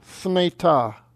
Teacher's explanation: There's no vowel between the theta and the nu. It's thneta.